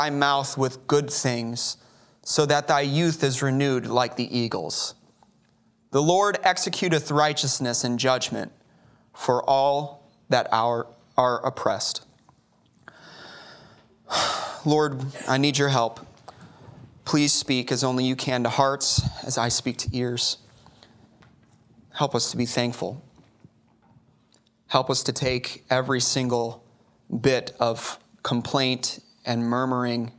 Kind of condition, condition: setting, large echoing room